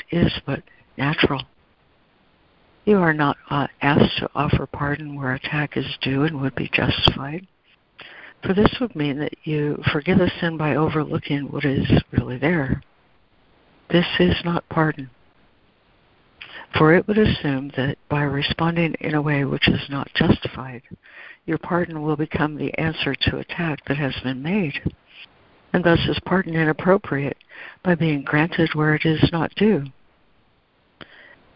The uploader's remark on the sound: ACIM Daily Conference Call.